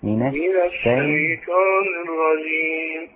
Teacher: رقق الشين وفخم الطاء